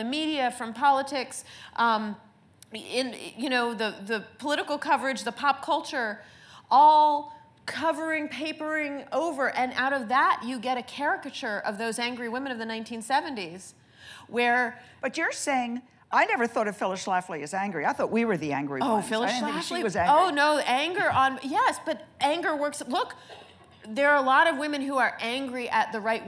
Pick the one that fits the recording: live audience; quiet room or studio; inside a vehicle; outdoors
live audience